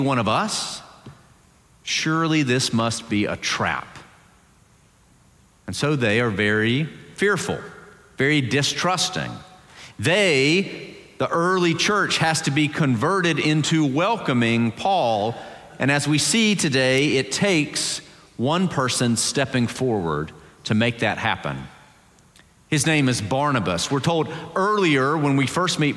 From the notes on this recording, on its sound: Presbyterian College Sunday Worship Service.